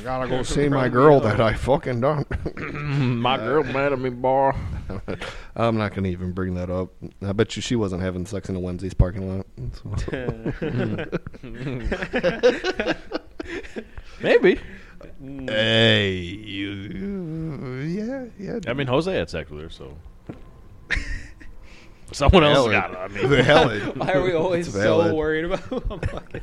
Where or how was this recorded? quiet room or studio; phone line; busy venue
busy venue